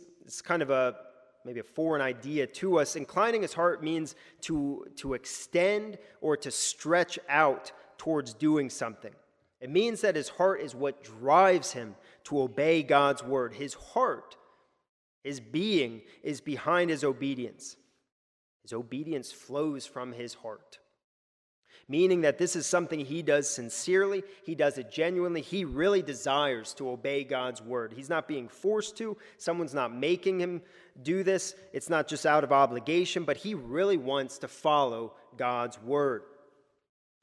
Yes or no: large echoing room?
yes